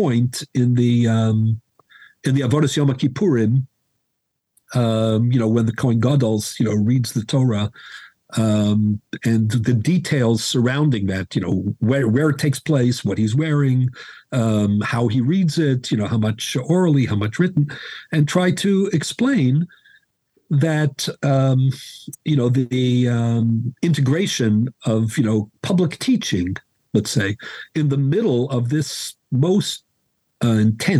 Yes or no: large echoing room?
no